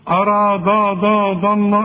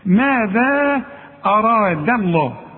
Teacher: رقق لي الدال وفخم لي الراء وفخم لي اللام بتاعت لفظ الجلاله · Shown in: second take